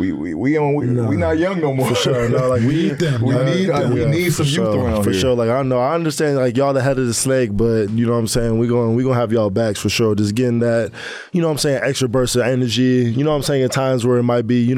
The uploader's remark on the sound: we’re back recording from the Smoove's Hair Gallery Barbershop in Las Vegas